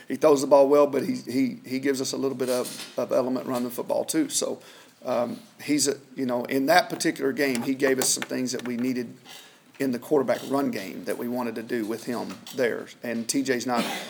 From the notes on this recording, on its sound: Weekly press conference with the media.